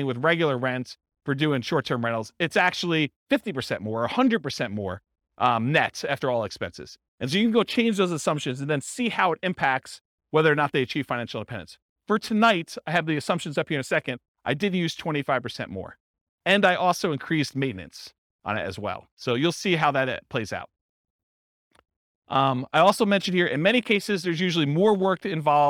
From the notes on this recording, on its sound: This was a live class recorded